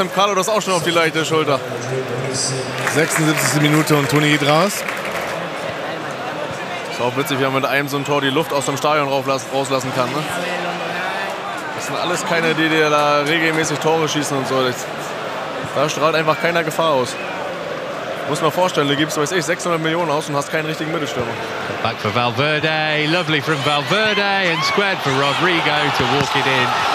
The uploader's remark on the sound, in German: Ins Herzen Englands nach London zum Rückspiel des Champions League Viertelfinals gegen den Chelsea FC. Auch wenn die zwei Sound-Nasen des Teams fehlen. Auf dem Weg zum Stadion und bekommen dabei sogar unverhoffte Unterstützung. Eine amtliche Sightseeing-Tour samt Pub, Wachwechsel und Big Ben.